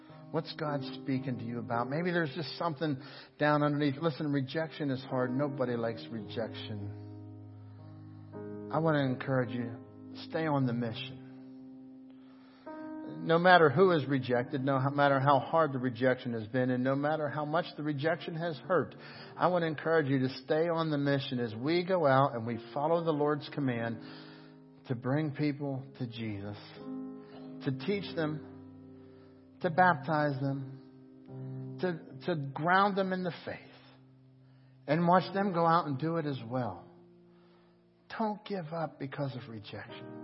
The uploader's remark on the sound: Crossroad Ministries Live Service